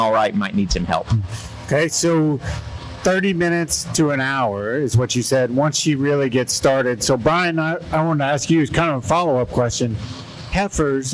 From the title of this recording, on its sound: Cattle Chat Live at the Kansas State Fair